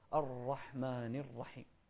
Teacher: الراء هنا من صفتها التكرير، لكن الراء إذا كررنا الراء زيادة صار شيء غير مرغوب فيه عند علماء الأداء